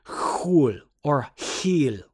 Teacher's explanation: it has that guttural sound that's very familiar in the Semitic languages